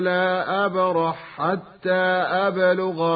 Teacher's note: إذا أدغم البصري اللام في اللام أو الحاء في الحاء يقول بغير غنة